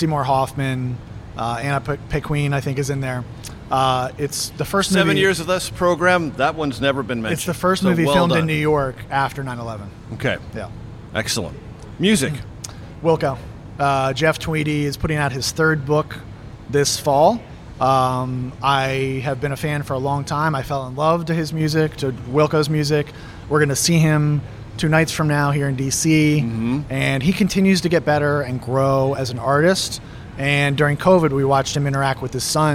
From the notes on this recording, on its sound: This conversation was recorded on June 26, 2023 at The Roost food hall on Capitol Hill.